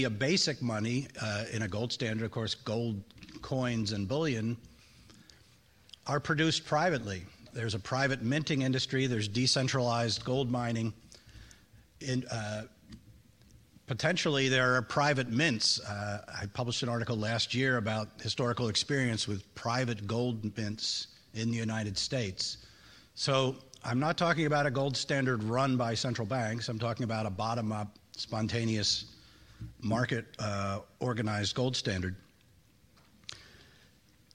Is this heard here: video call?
no